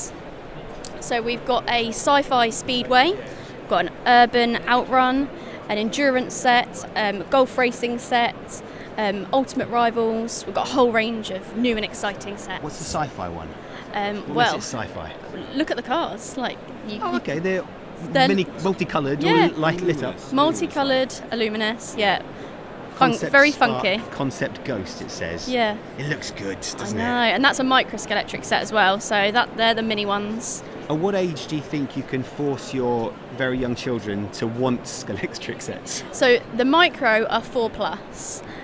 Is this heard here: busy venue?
yes